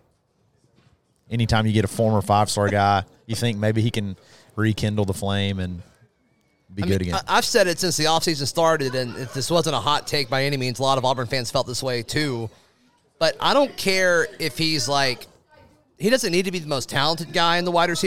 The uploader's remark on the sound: broadcast live from Baumhower's Victory Grill in Auburn